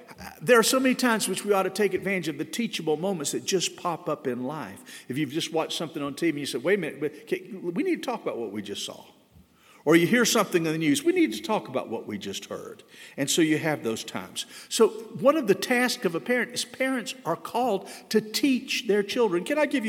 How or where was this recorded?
large echoing room